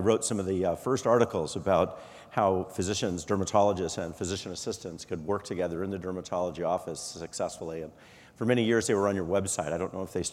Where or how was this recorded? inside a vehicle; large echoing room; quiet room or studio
large echoing room